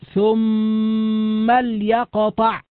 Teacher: في الوصل تقول ثم ليقطع بإسكان اللام، وإذا ابتدأت بها تقول ليقطع بكسر اللام.